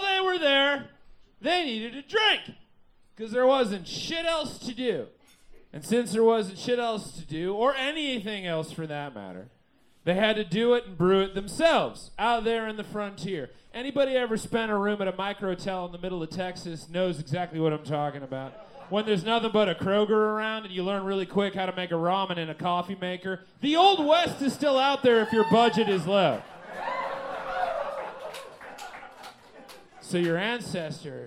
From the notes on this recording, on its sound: Recorded LIVE at Chicago’s Historic Green Mill Lounge on July 15th 2023